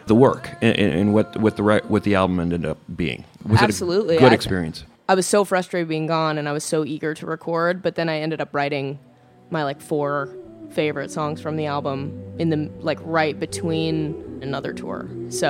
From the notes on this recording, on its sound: A conversation and live performance at the Goose Island Tap Room in Chicago.